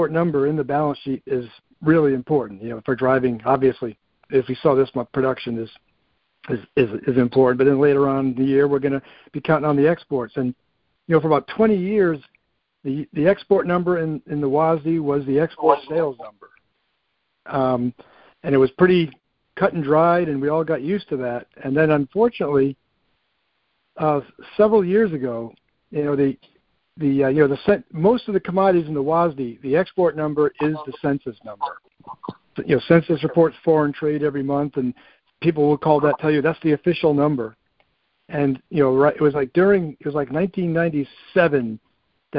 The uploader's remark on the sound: August 2023 Monthly Cotton Conference Call